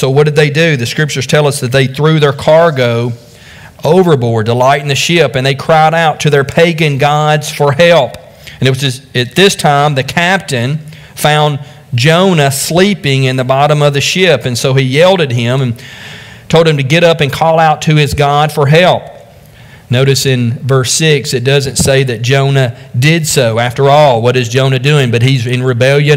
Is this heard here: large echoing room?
yes